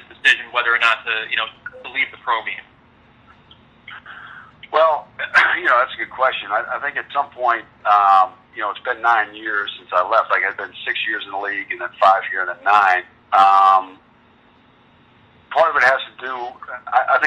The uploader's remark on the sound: Full Teleconference